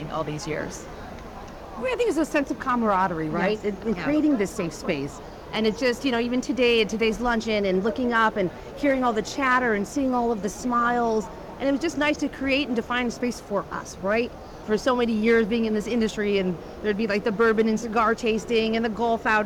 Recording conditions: busy venue